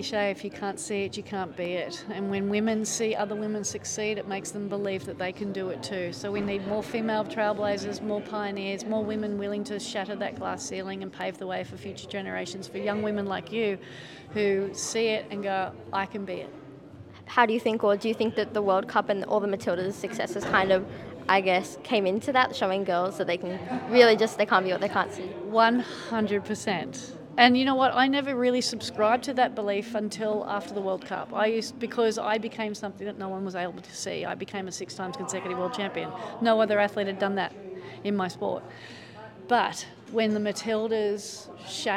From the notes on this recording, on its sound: Recorded live at the NSW Champions of Sport Awards 2023.